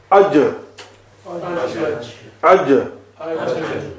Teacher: the center of the tongue touches the upper palate · Term: jeem